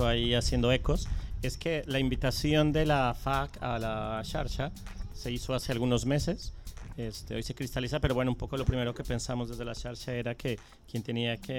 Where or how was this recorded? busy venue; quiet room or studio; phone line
busy venue